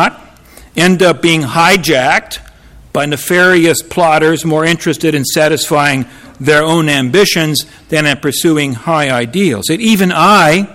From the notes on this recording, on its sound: Audio recording of a lecture delivered on Apr.